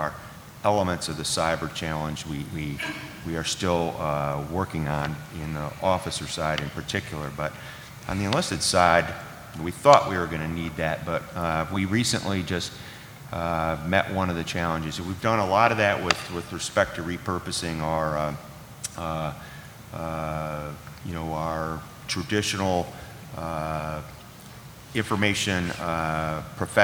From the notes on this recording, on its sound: This week's program is an abridged version of a panel discussion at the annual Sea Air Space conference with the personnel chiefs of the Navy, Marine Corps and Coast Guard.